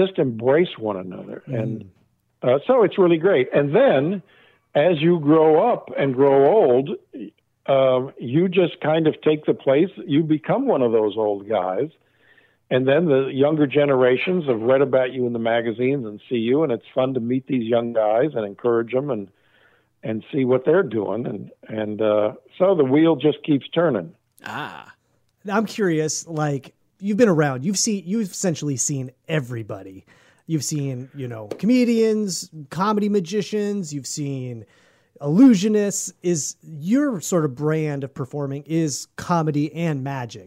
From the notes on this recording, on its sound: An over the phone chat.